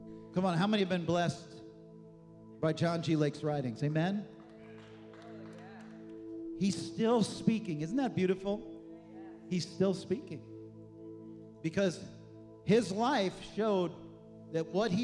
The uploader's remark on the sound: This message was recorded on Sunday, February 25th, 2024 at Gateway Church in Richmond, Indiana.